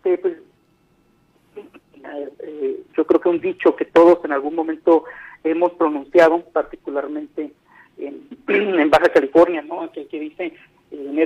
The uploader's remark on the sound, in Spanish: entrevistamos vía telefónica